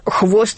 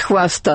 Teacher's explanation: в слове «хвост» мы ясно слышим «о», а хвоста мы уже слышим «а»